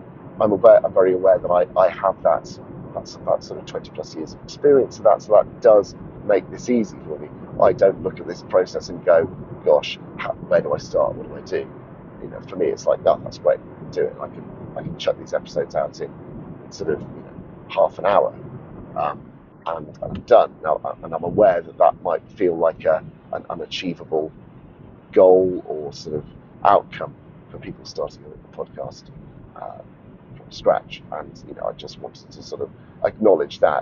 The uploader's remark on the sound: while driving home from a long school run